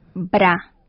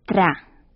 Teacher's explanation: Al pronunciar bra, se pegan los labios. En cambio, al pronunciar tra, los dientes de arriba tocan la lengua.